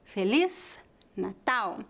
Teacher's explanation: A letra Z, em final de palavras, é pronunciada como um S.